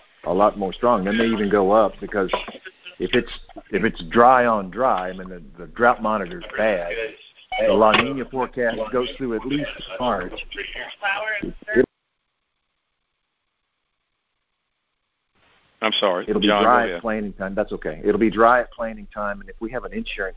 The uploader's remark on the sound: Monthly Conference Call On Cotton.